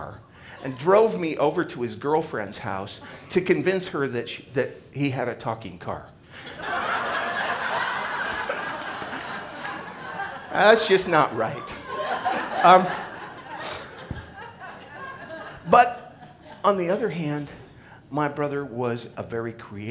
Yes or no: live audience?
yes